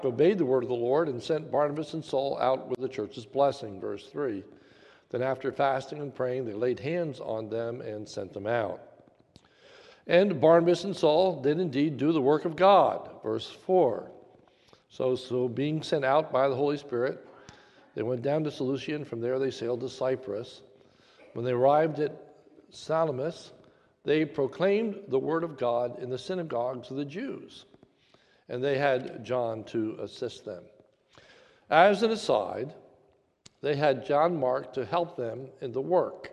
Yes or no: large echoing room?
yes